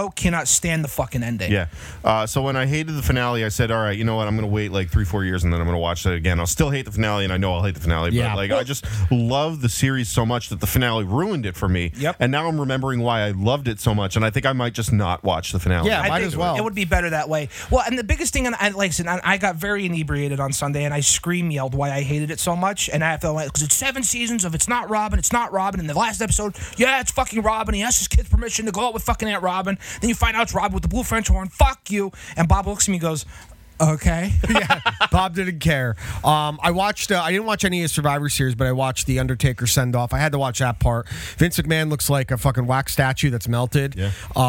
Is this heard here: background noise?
no